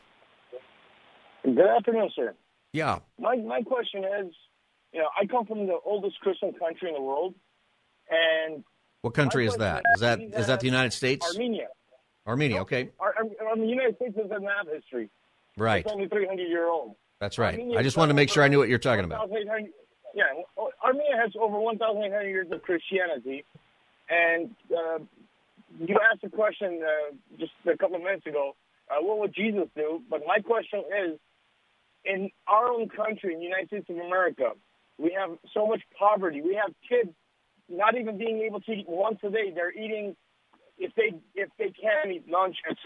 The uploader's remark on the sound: Open Phone Friday